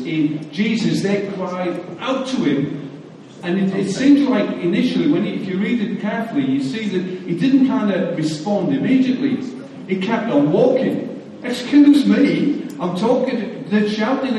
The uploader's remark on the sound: Recorded live at Life Church.